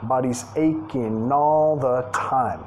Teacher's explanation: Creo que está comiendo la G